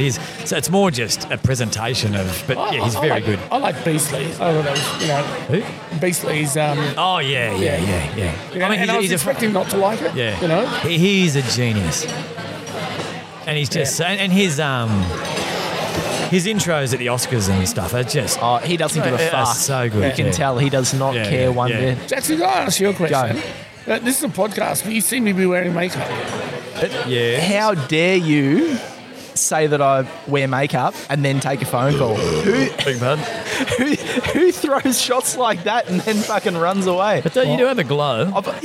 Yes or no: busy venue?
yes